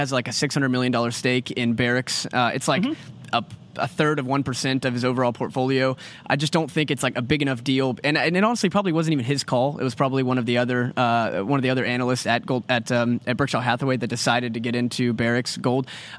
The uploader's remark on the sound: Live from the FreightWaves Carrier Summit